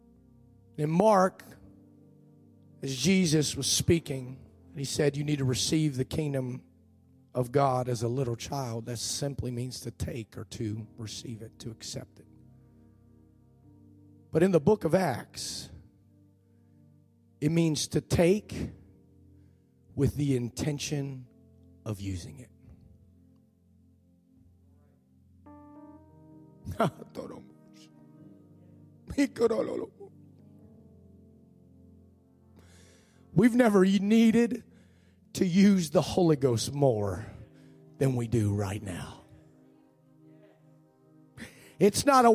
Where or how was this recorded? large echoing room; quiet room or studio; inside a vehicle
large echoing room